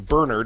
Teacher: putting the accent on the first syllable